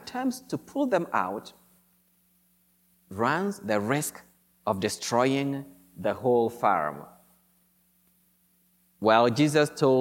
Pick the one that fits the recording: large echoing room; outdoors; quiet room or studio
large echoing room